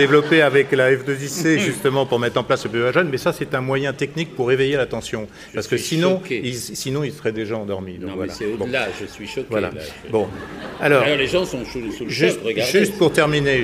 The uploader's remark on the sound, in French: En direct du Musée D’Orsay.